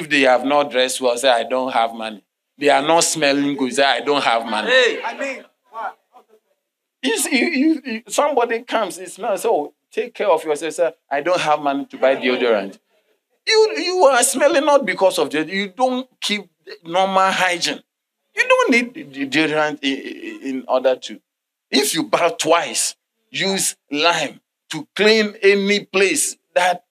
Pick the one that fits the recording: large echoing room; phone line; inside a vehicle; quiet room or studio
large echoing room